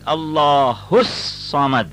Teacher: the swat has got a tashdeed. So you don't have to rush it. If you say Allahus Samad, then you're not making the tashdeed.